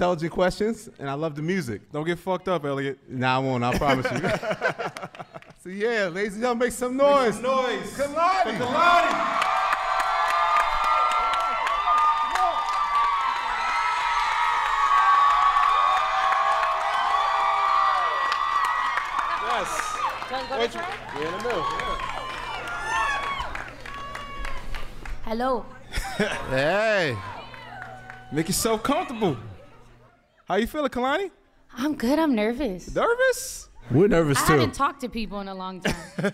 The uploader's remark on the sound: In front of a LIVE audience.